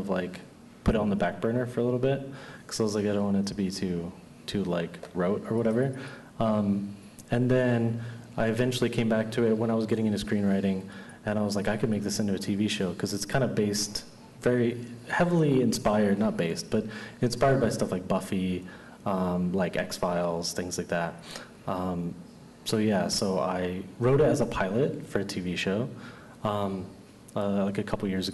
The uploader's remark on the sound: LIVE from SDCC 2023. We are coming to you LIVE from San Diego Comic-Con!